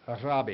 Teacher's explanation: They roll the R and it has a short I on the end.